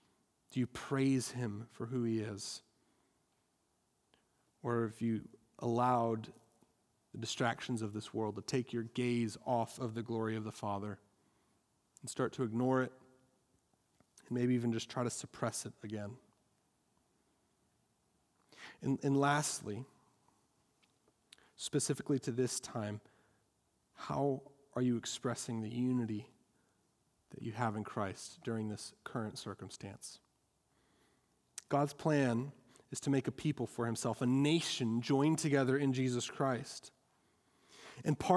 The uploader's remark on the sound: at Our Saviour Evangelical Free Church in Wheeling, Illinois